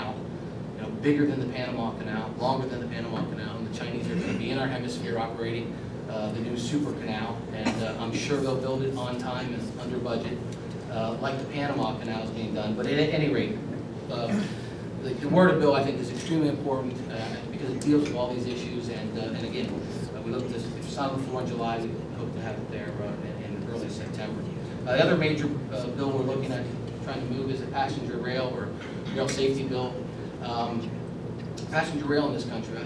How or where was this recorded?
live audience